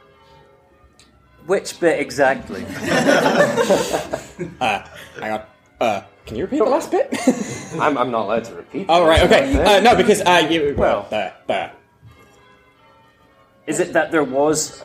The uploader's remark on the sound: recorded at BASR 2016